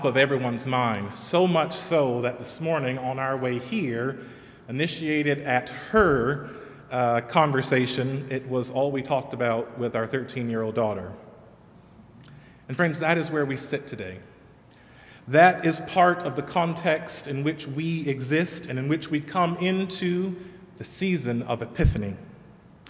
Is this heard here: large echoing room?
yes